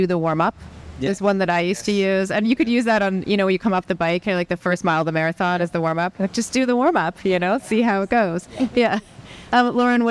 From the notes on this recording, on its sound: Live from the Vinfast IRONMAN World Championship. During a special educational session at the Vinfast IRONMAN World Championship, Feisty Media hosted a panel discussion on the main expo stage.